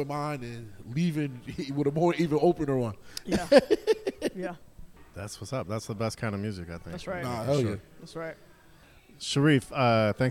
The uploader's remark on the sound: In-person at Triple Bottom Brewing Company.